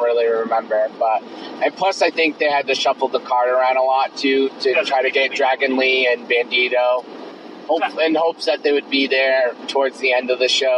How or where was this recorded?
inside a vehicle